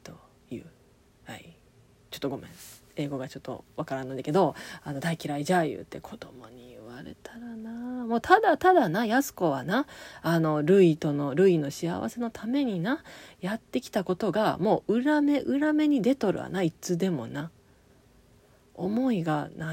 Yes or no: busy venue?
no